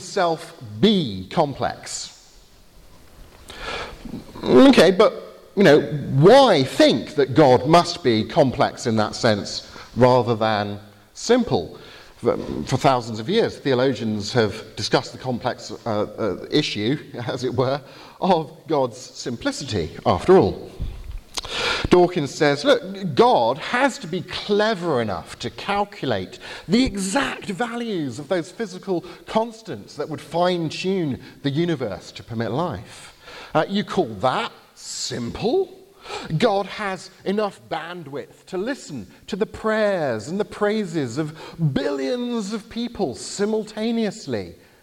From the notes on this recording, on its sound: Lecture at the Veritas Conference , Bibelskolen i Grimstad , Norway, October 2019.